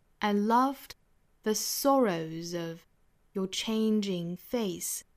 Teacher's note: 我们要注意虚词弱读，比如说第一个词 and 读成 and，后面的 loved 是实词，所以节奏呢要更重